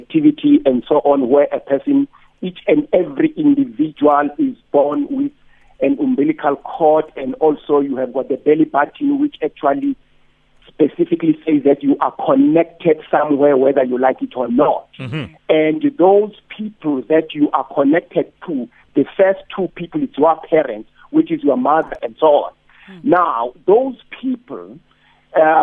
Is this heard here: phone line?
yes